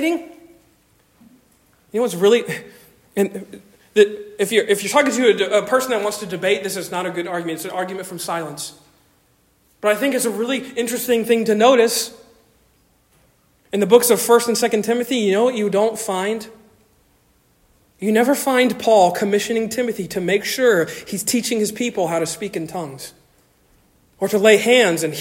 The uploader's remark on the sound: Originally delivered on 24 September 2023 at Stonington Baptist Church, Paxinos, PA